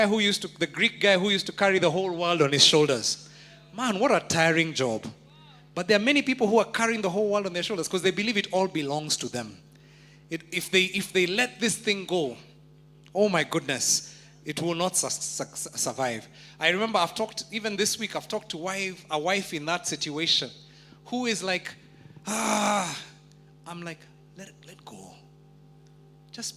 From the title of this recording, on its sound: Preached At Worship Harvest Church, Nairobi Camp